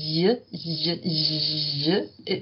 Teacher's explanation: The Z can be palatalized, and we do observe that in our work.